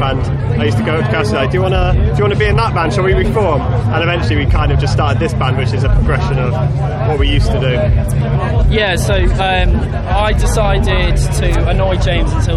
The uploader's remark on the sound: After their blistering set at Bloodstock Festival 2022, on the Newblood stage.